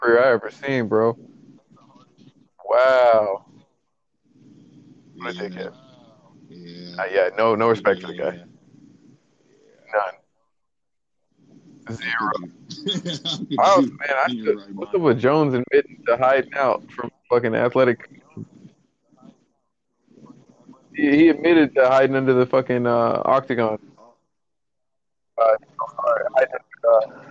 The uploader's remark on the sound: I literally recorded it while at work. While I deal with customers at the same time.